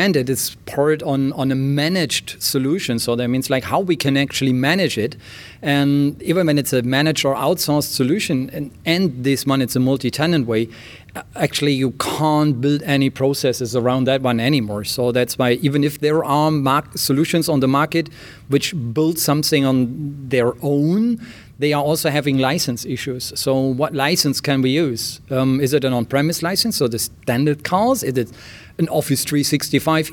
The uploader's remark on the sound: Live from Modern Workplace Summit and Skype Days in Oslo